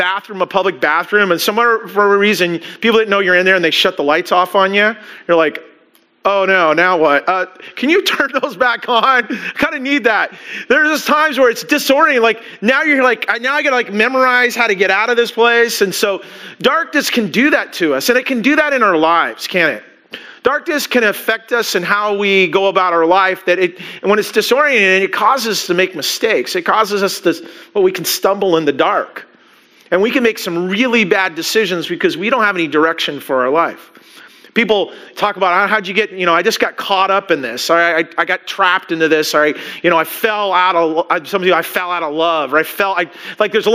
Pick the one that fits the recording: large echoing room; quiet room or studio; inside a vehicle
large echoing room